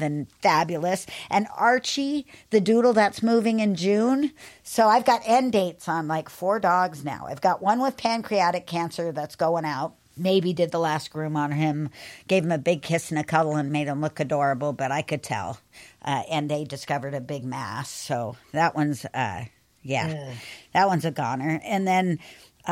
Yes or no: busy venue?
no